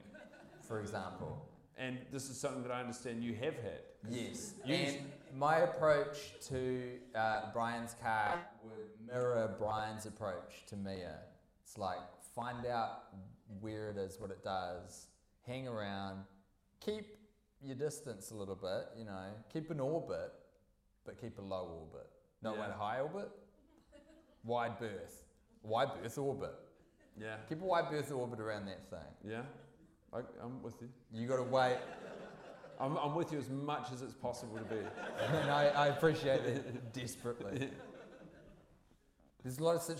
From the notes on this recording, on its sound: Recorded in front of a packed-out audience at the beautiful Hollywood cinema in the Avondale neighborhood of Auckland. The audio quality is questionable.